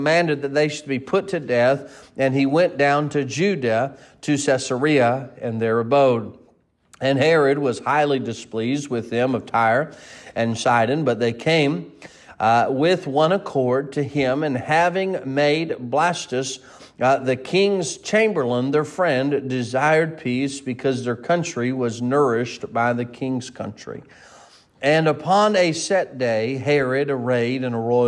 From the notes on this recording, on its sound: Sermon preached at Mid County Baptist Church.